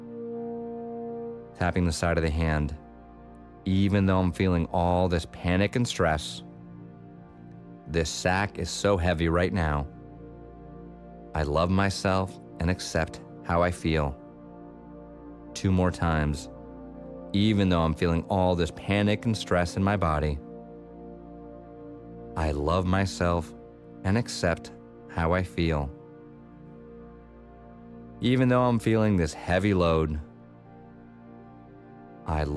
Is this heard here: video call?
no